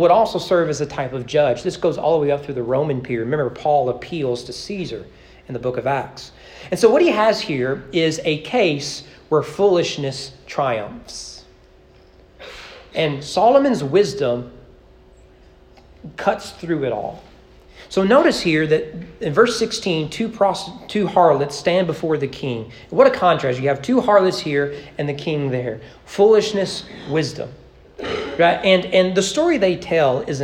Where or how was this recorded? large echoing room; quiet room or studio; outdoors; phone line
large echoing room